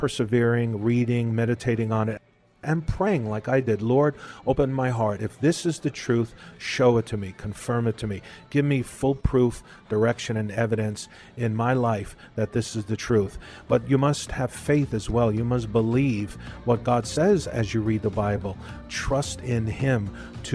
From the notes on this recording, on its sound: We’re continuing our talk at a local café.